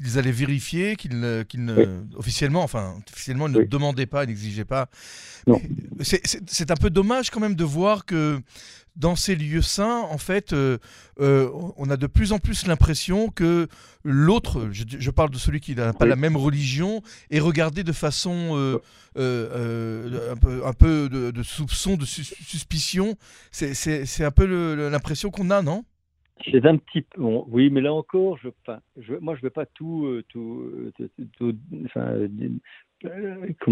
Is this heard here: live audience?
no